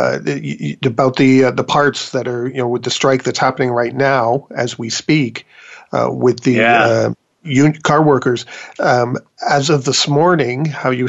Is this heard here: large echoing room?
no